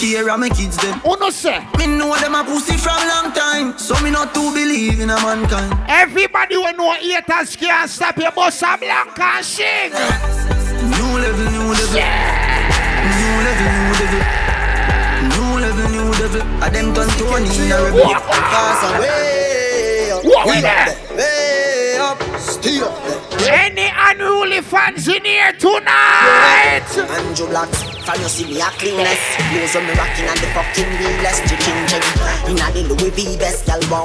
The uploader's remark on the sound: LIVE AUDIO! Live audio recording of island saturdays.